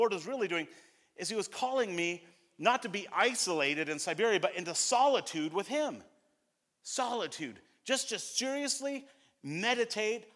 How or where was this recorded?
large echoing room